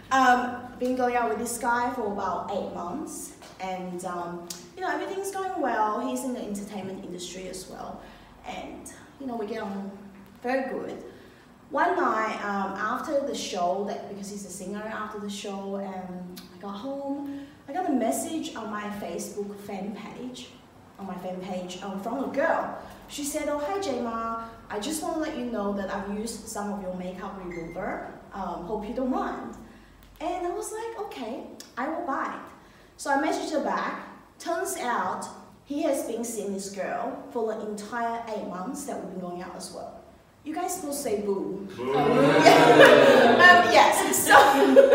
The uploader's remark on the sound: Recorded live at BackDock Arts. The Story Chunder is a regulare event at Brisbane's BackDock Arts where storytellers share unbelievably true stories from their lives.